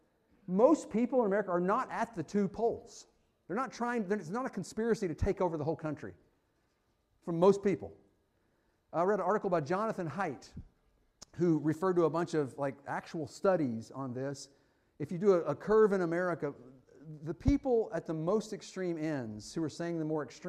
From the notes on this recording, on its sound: Fuquay-Varina church of Christ sermon audio from Sunday, April 16, 2023.